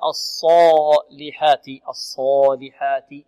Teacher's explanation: الألف التي بعد الصاد مفخمة، لا نقول الصالحات الصاء، لا الصالحات الصالحات.